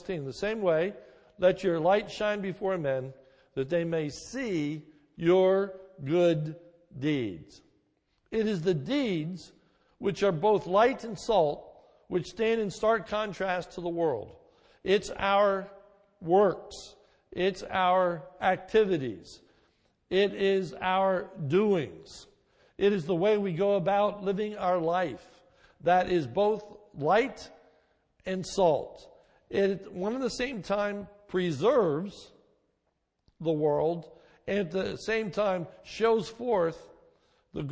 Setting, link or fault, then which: setting, large echoing room